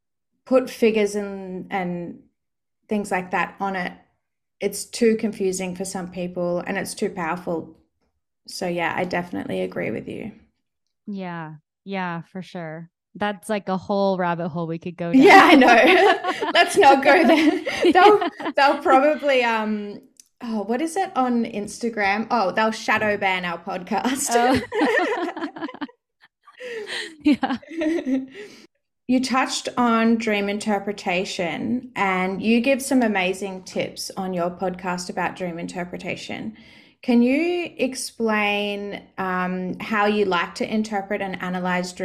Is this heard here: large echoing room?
no